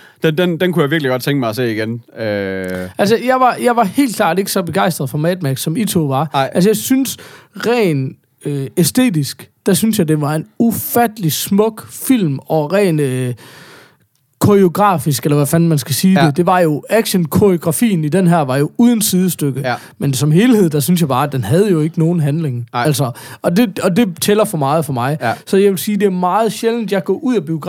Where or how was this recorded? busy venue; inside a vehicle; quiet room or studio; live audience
quiet room or studio